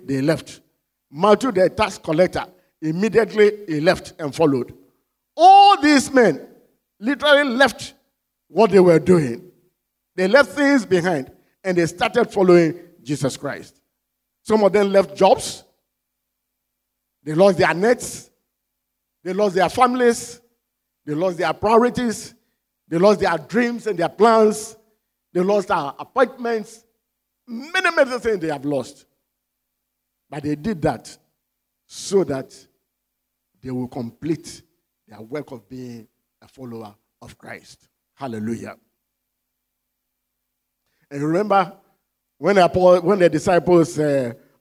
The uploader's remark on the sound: Sermon preached at CBC Shiashie Campus